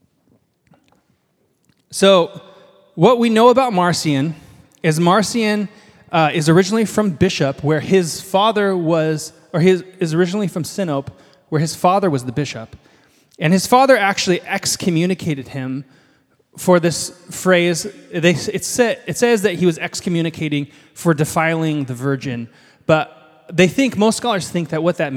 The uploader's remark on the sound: This is a live recording of our final House of Learning event from 2023 (Nov 26). The goal of the night was to share a meal and humbly learn from the first 300 years of church history all about what it means to love and follow Jesus.